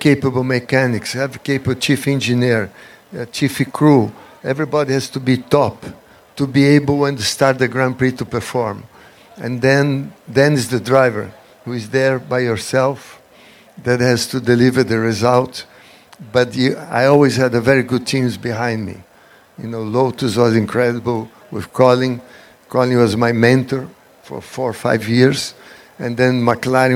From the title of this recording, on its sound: Live at The Quail, a Motorsports Gathering